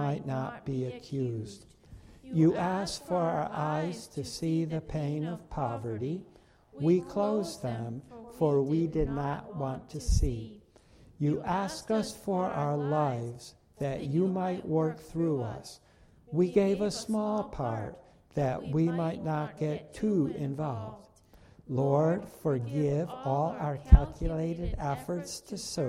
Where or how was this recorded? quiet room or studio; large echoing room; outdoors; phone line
large echoing room